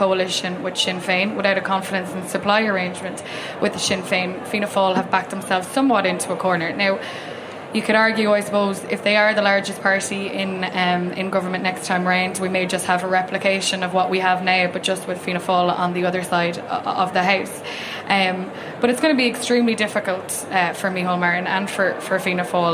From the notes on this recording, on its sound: Live at the Ard Fheis. Inside Politics has made the short trip from its office to the RDS where a resurgent Fianna Fáil are holding their annual Ard Fheis.